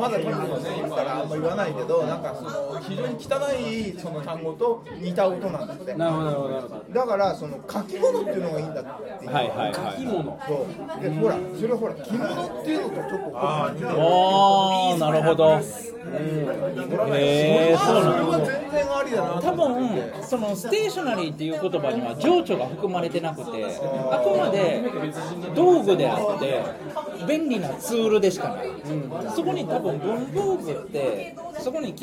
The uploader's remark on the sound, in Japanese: ホジラジ公開録音の模様をお届けします。